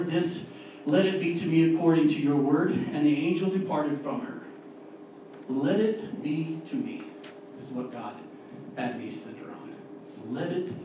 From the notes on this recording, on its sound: We had a little mishap with the audio this week